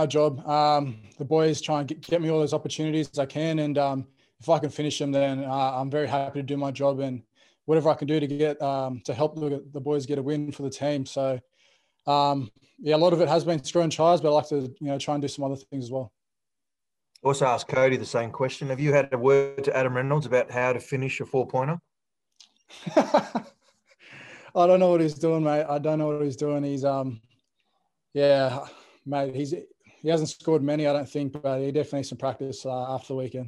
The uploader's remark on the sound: chat to the media via Zoom